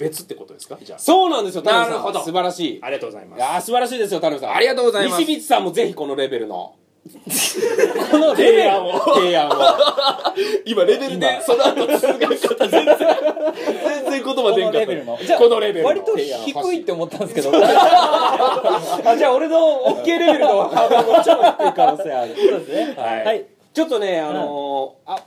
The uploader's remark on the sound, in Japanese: 公開収録スタイル開始。